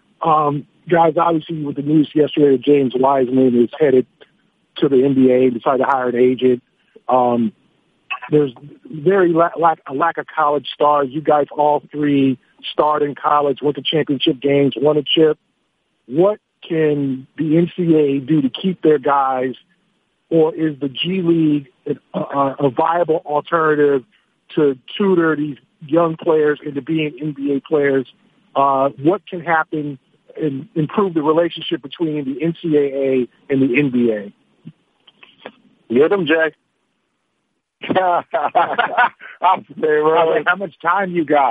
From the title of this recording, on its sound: NBA On Christmas Conference Call